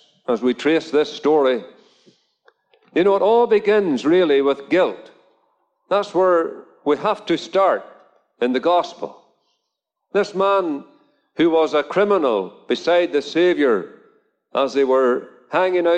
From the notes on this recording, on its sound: Gospel Audio Recording from a Drive-in Gospel Meeting at Ballyclare Gospel Hall.